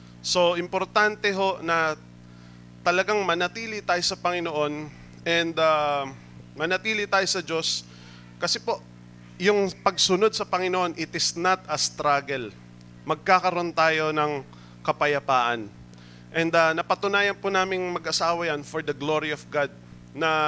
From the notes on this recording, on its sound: Recorded live at The Shepherd Of Faith Family Church on August 7, 2022.